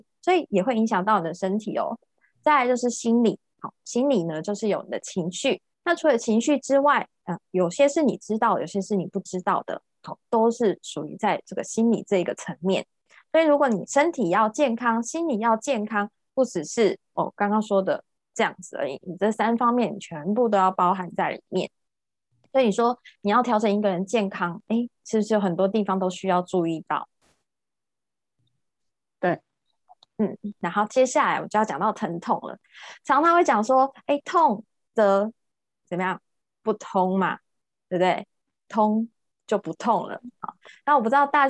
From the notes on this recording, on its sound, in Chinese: 聊聊好心芹ZOOM線上公益講座。